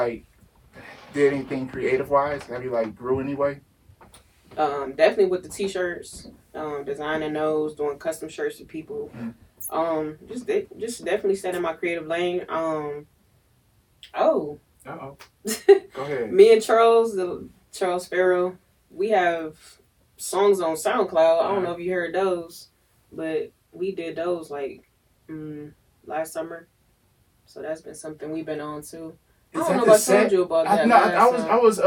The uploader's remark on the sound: Sorry for the technical difficulties with the audio